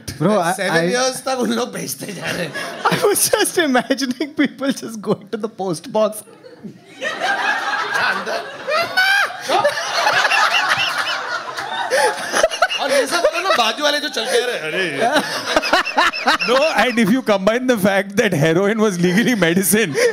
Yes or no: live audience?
yes